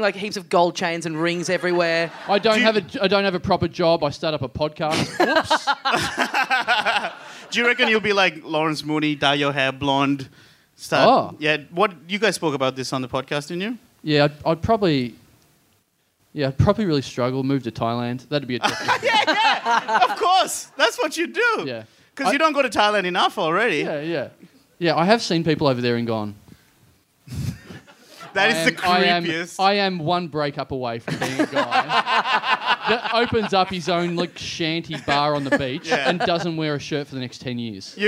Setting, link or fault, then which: setting, busy venue